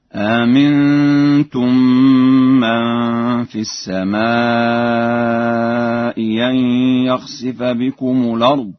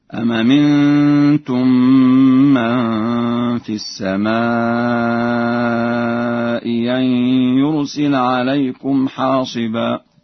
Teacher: أما في الهمزتين المجتمعتين من السماء أن يخسف و من السماء أن يرسل، فله إبدال الهمزة الثانية ياء محضة هكذا: أمنتم من في السماء أن يخسف بكم الأرض، وهكذا: أم أمنتم من في السماء أن يرسل عليكم حاصبا.